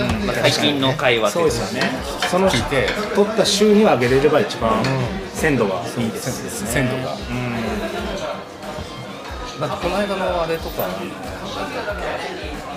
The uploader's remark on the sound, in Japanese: 今回は年末の喧騒を中継できたら(ウソ)とサイゼリヤさんでの録音になってます！